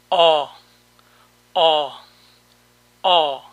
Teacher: El siguiente sonido es parecido a una O, pero más larga.